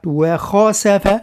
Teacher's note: حذاري من تفخيم الواو والسين والفاء